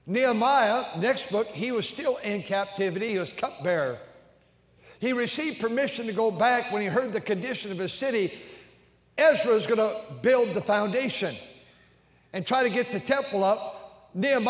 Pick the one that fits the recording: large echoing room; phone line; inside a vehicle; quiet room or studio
large echoing room